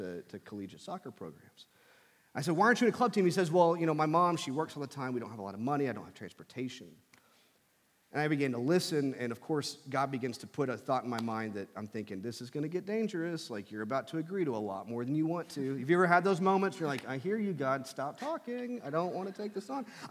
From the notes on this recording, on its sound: from our Thrive service in Asbury Hall